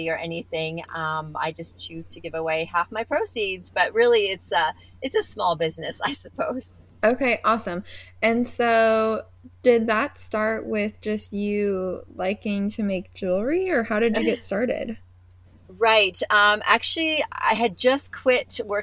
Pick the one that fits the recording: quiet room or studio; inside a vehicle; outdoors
inside a vehicle